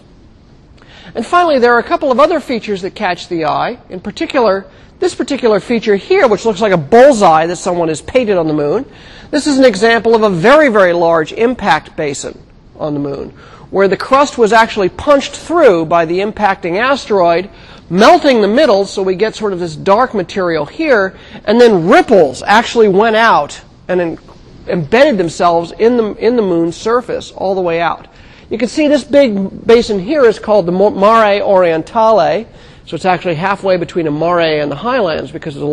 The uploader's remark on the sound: Recorded 2007 Nov 1 in 1000 McPherson Lab on the Columbus campus of The Ohio State University.